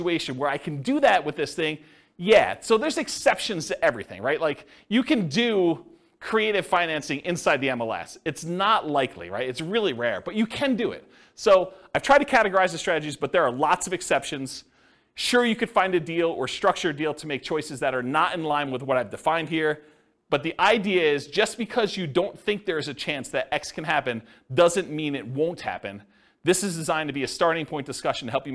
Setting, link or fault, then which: setting, live audience